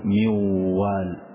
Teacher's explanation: أحدث النون تماما وأنطق الواو فقل ميوال لكن أضع غنة. وإذا عرفت، وإذا أردت أن تعرف هل الحرف خرج من الغنة أم لا، فأغلق الأنف، فإن استطعت أن تنطق الحرف مع إغلاق الأنف معناه ما نطقت بالغنة، وإن أغلقت الأنف ونطقت وقلت ميوال ولا استطاع الحرف أن يخرج فأعلم أن الحرف صحيح.